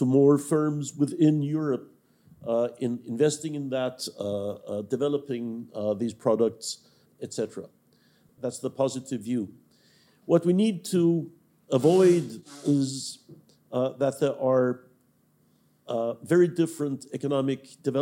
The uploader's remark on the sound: Live from the European Forum Alpbach. Recorded in front of a live audience at the European Forum Alpbach in Austria.